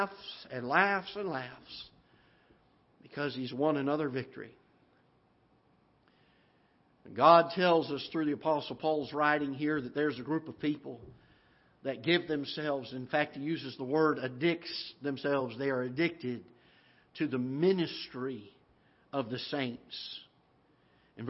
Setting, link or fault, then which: setting, large echoing room